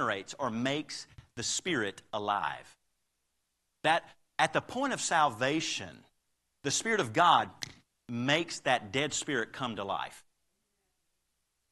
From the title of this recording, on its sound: Live Service